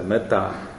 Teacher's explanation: Прилагательное будет с ударением на конце.